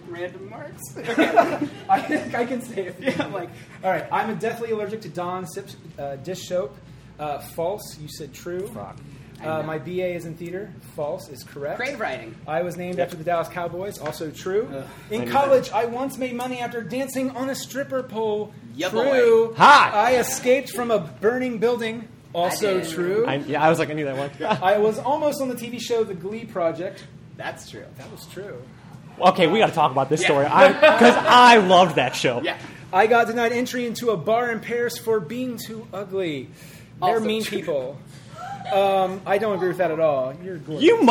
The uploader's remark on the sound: GBG Live as the team once again open up for the It’s All Been Done Radio Hour